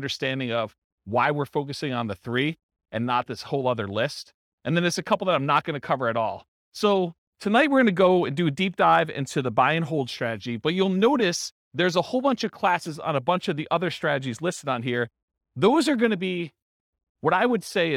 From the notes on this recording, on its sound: This was a live class recorded